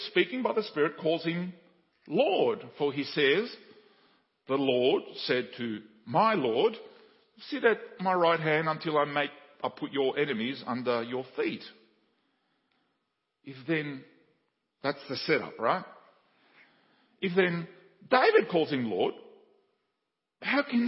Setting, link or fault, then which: setting, large echoing room